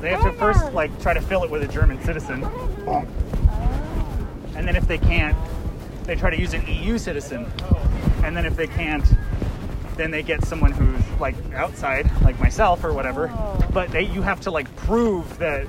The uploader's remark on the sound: I just hit record and shoved it in my pocket. Not sure if it worked. Sorry. It sounds like I butt dialed you.